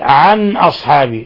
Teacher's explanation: نون ساكنة جاء بعد الهمزة، حكم التجويد إظهار حلقي